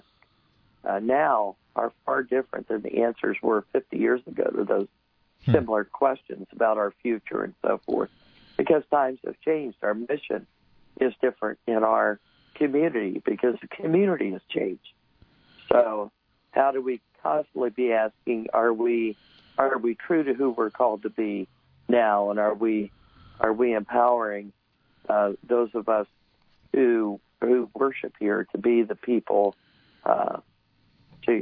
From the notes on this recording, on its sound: we speak by telephone